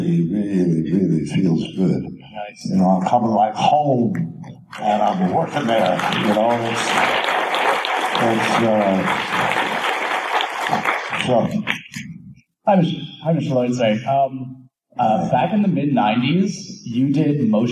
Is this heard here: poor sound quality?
yes